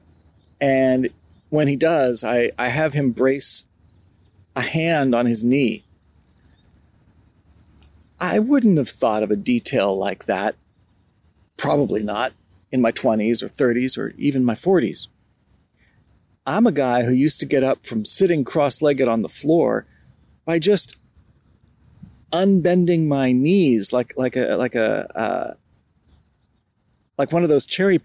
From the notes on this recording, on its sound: Recorded outdoors under the clear blue late winter skies at a park. I used Easy Voice Recorder Pro , an Android app, to record this episode. It’s outdoors, so it sounds a little different!